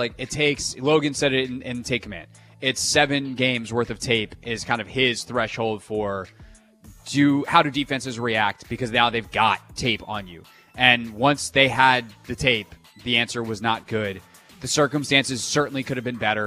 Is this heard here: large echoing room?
no